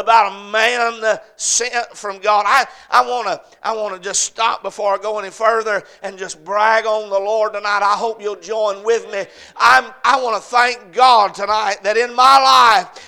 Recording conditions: large echoing room